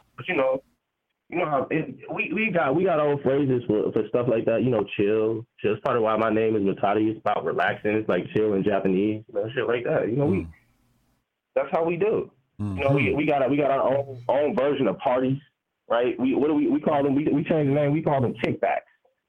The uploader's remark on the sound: Call In Show